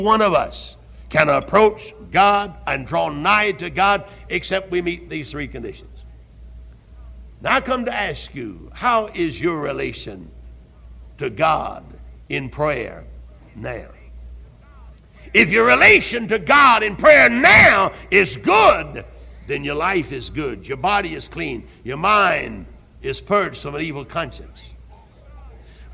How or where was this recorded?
large echoing room